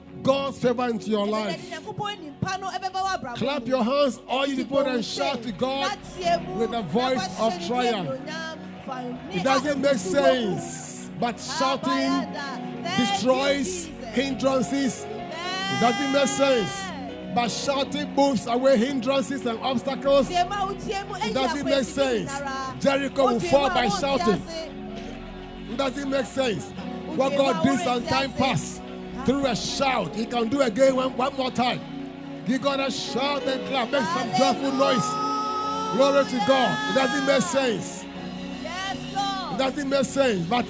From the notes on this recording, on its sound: Preached At LCC Goshen